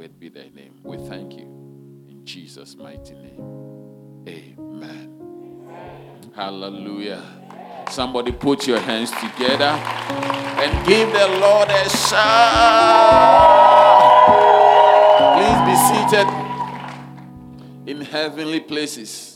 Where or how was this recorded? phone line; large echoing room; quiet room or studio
large echoing room